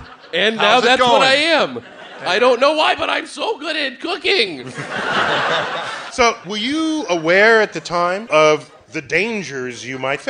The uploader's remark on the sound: Live at the Bell House